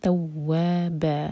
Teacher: اس کے بعد ہے توابن، توا واو پر شدہ اور ساتھ میں الف تو دو حرکہ لمبا اور تا لائٹ، توابن. یہاں رکیں گے تو تنوین چینج ہو جائے گی دو حرکہ میں، یہ مد عوض عن التنوین ہے تو پڑھا جائے گا تواب.